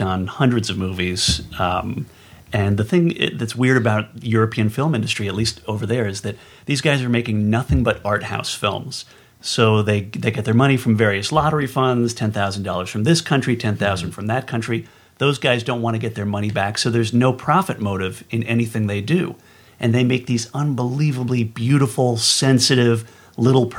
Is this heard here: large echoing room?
no